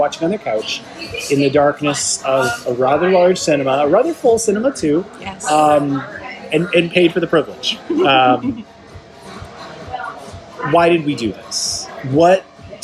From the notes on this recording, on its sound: What, for instance, would The Matineecast be if it was recorded out in the wild? If I traded in my Skype connections and afternoons in cozy condo confines for something more chaotic. What would The Matineecast be if it was recorded hours or even minutes after my guest and I watched the film? What if we just sat down, tapped record, and let fly?